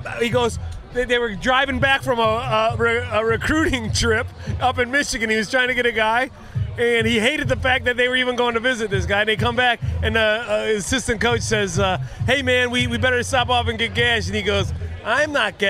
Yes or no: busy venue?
yes